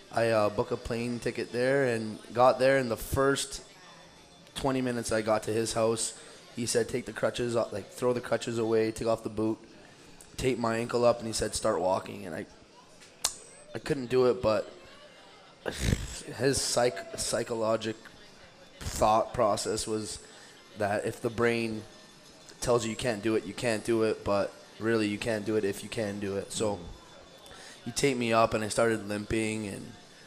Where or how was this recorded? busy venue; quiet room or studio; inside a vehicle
busy venue